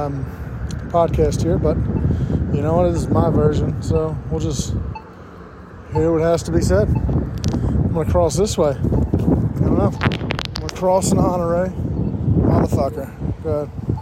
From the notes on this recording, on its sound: Riding the OneWheel while Recording. 100% Recorded from an iPhone on a OneWheel.